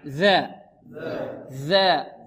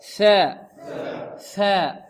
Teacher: لا فرق بين الذال والثاء إلا الجهر